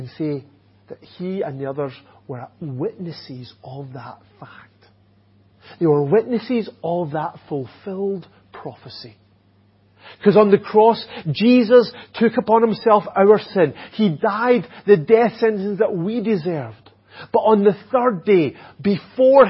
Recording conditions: large echoing room